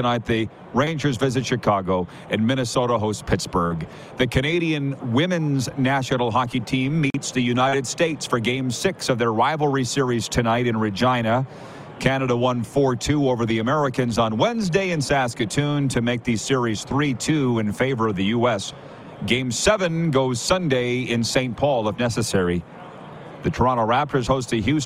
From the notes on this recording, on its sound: LIVE from Radio Row at Super Bowl in Las Vegas, Nevada! Live guests right in the heat of the action!